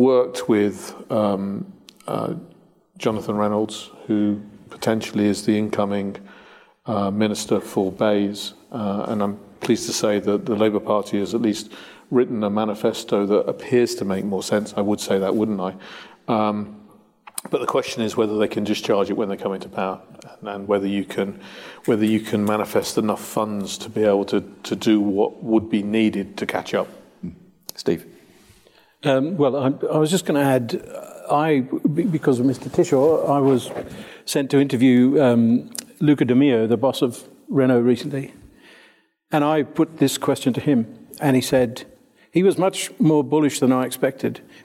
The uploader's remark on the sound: Recorded LIVE. A live audience at the Royal Automobile Club.